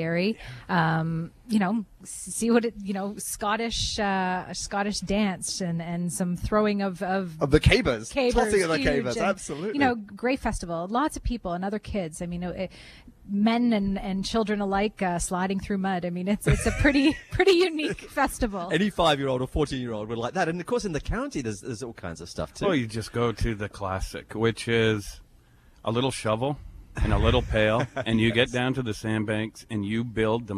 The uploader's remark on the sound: Broadcasting on location from the Discovery Centre at Fort Henry. South Eastern Ontario.